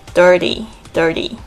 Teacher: Your hair messy.所以你的脚应该是脏的。这个 dirty.D-I-R-T-Y, dirty,或者是你听到美国人应该会比较常会说 dirty,为什么它是有一个潜规则在，就是呢介在两个元音之间的这个 T 呢会就是浊化变成好像介于 T 跟 D 之间的声音